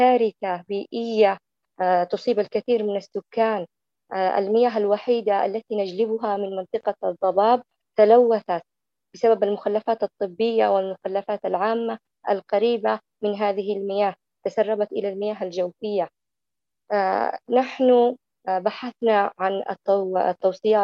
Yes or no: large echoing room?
no